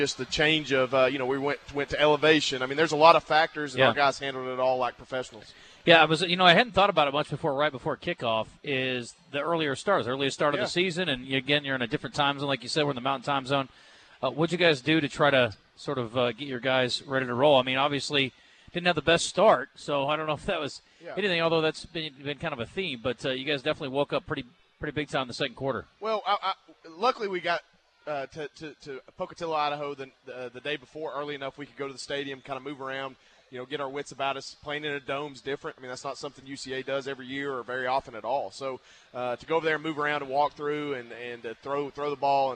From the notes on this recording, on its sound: live from Walk-Ons Sports Bistreaux in Conway